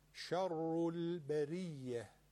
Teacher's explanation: حرف شین رو تیز نگید، شر رو شه بو سین نزن